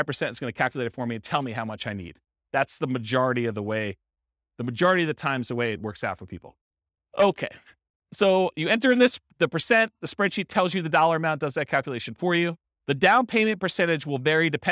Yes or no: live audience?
yes